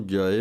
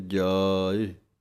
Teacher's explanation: जजे नूं कन्ना लम्मा बोल के ईड़ी दी सिहारी दी आवाज आउणी है · Shown in: second take